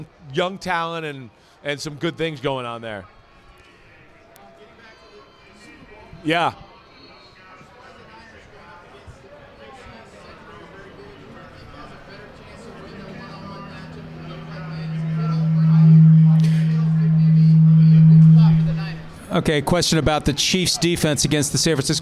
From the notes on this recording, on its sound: Live Audience Picks Pod from Las Vegas!